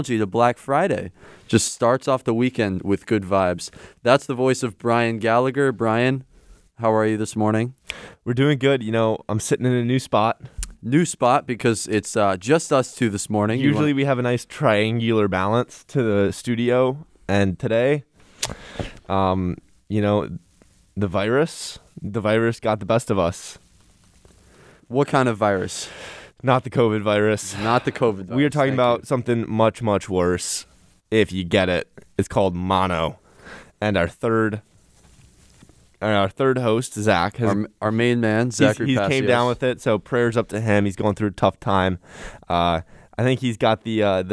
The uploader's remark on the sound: a rabid Marquette campus on a beautiful Saturday morning